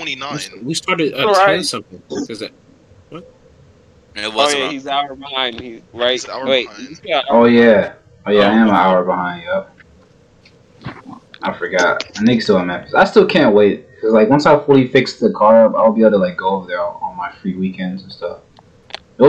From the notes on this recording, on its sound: Slight Audio issues. Audio messed up half way on my mic.